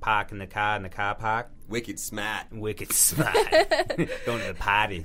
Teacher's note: all the AR sound, you don't pronounce the R